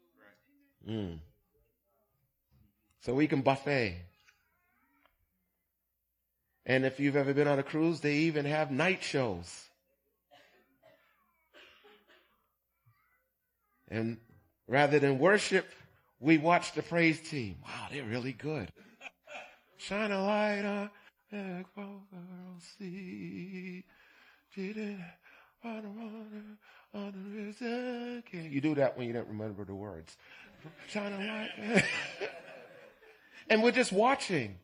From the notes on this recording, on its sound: Recorded on 2016-11-20 at the 08:30am Service.